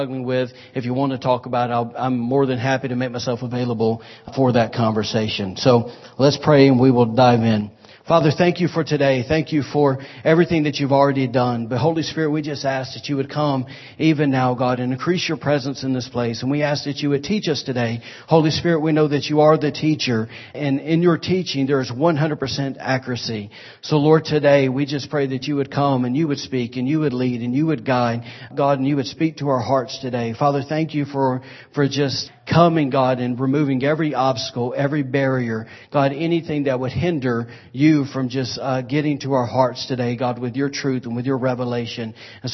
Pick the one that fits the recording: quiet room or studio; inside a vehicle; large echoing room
large echoing room